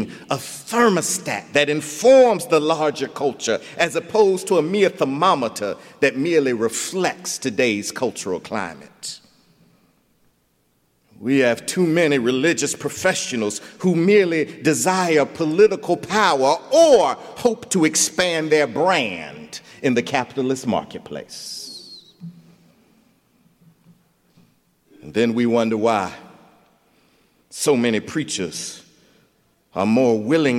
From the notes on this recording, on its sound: recorded January 12, 2020 at Myers Park Baptist